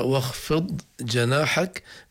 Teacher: ما في عنا إدغام الضاد في الجيم إن الضاد نخرج من مخرجها والجيم من مخرجها